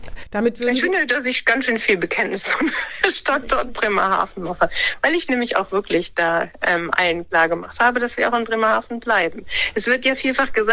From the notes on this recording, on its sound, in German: "Hinten links im Kaiser Friedrich" findet coronabedingt wieder per Telefon-Schalte statt.